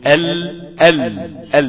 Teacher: الهواء اللي خارج من الرئتين ما لقالوش مخرج من طرف اللسان من الأمام، راح انحرف عن يمين الحافة وعن يسار الحافة. فهذا هو ما يسمى بالانحراف، ان الحرف يميل او ينحرف حتى يتصل بمخرج حرف اخر او بمخرج اخر. · انت بتقول ال لسانك زي ما كنا أشرنا قبل كده للرسم، لسانك بيبقى قافل المنطقة اللي قدام خالص اللي هي من وراء أصول الثنايا الأمامية، إلا أن لسانك من ناحية الحافة اليمين والحافة الشمال مفتوح، فالهواء بيخرج فينحرف بعض الهواء عن يمين الحافة والبعض الآخر عن يسار الحافة، ثم يتابع الهواء خروجه إلى الخارج فينحرف المخرج إلى طرف اللسان.